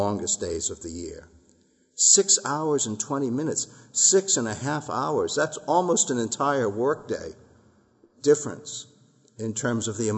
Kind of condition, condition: setting, large echoing room